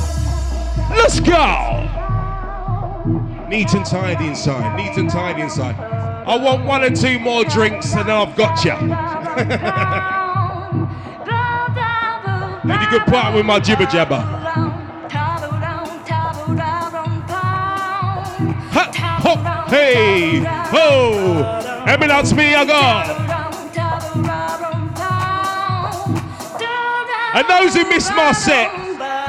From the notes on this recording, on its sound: A LIVE RECORDING OF THE ROAST PARTY 28 YEARS LATER